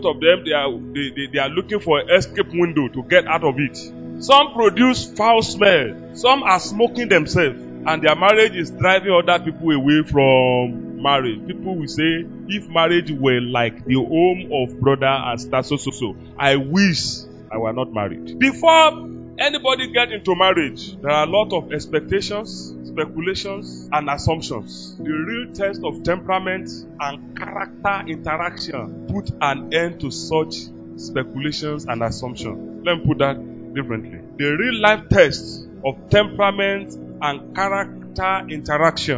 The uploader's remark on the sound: LIVE FROM OASIS OF WISDOM BIBLE CHURCH